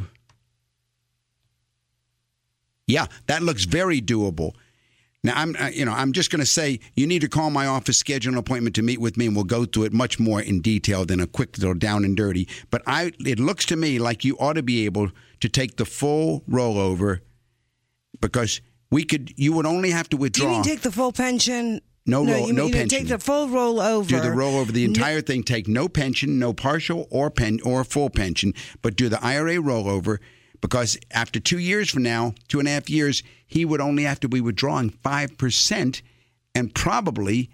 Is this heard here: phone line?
yes